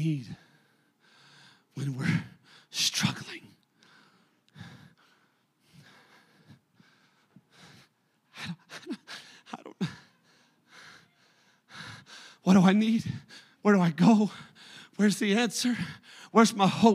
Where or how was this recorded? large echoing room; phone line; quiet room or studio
large echoing room